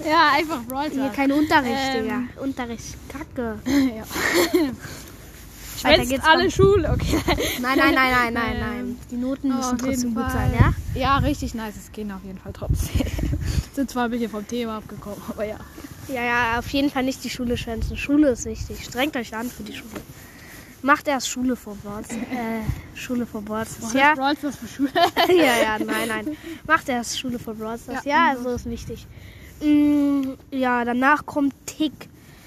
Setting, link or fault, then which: setting, outdoors